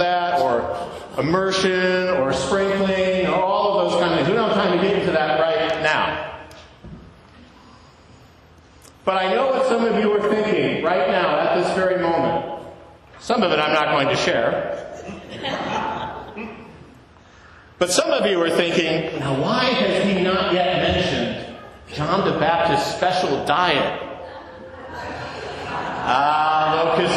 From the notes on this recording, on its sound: To an in-person congregation of St. John’s Episcopal Church, Dubuque, Iowa.